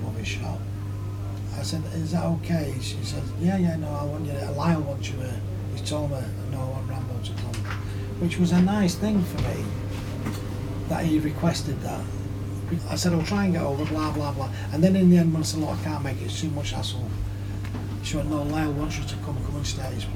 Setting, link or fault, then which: setting, busy venue